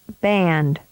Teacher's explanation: A small amount of air builds up in the mouth. Begin voicing as the lips come apart to release the small puff of air. Feel the voicing by placing your fingertips along your throat below your chin. · Term: B sound